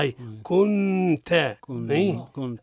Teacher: أي كنت كنت حكمها شنو؟ نون ساكنة إخفاء مع الغنة